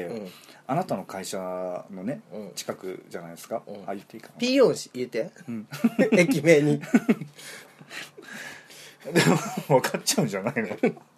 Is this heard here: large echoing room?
no